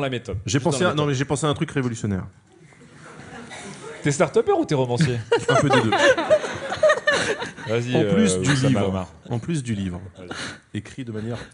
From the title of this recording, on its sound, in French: Game of Rôles en public